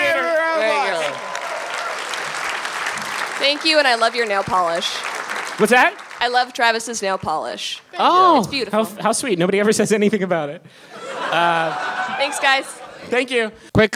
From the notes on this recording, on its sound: Here's our live show from this past weekend in beautiful Minneapolis!